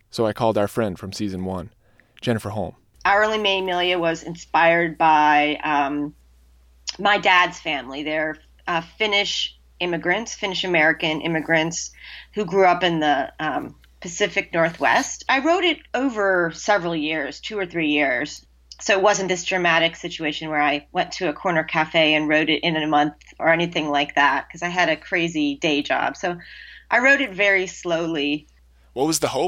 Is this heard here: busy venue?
no